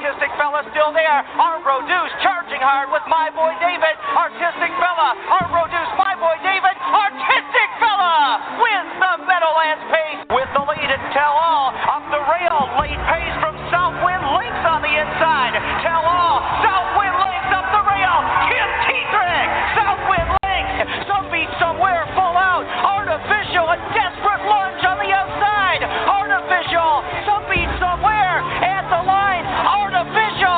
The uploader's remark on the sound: The second live remote at Meadowlands Racing and Entertainment. Post Time will be live on-site covering the 2017 Crawford Farms Meadowlands Pace. By stopping by the table on the rooftop terrace where they will be doing the show live.